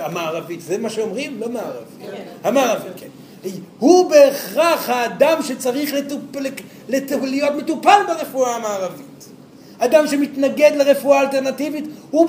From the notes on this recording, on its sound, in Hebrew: זוהי הקלטת מעגל חי בנוכחות תלמידים